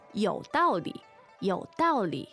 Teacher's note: All right, so 道理 is fourth tone, third tone.